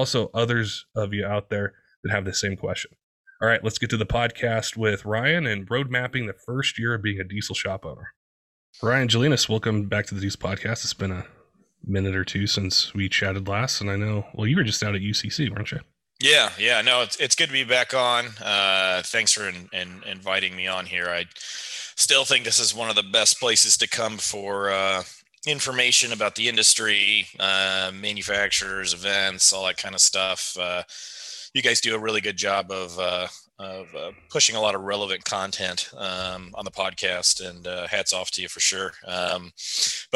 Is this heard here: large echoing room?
no